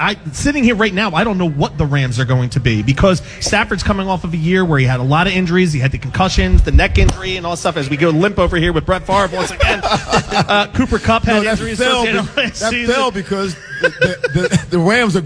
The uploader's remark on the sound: The crew is LIVE from the Grand Opening of Echelon Health & Fitness in Audubon, NJ!